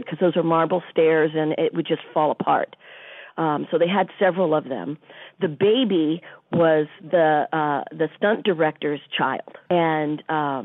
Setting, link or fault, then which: link, phone line